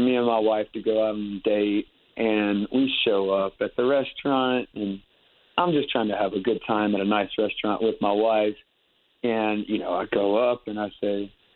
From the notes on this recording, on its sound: on his Batphone!